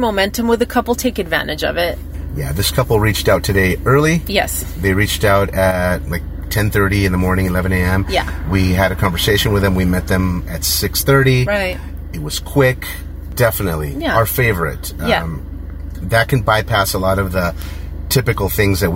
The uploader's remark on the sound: We recorded this episode in the car on the way to the date & afterward.